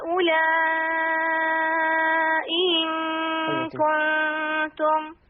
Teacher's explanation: هاتي بقى تسهيل الهمزة الثانية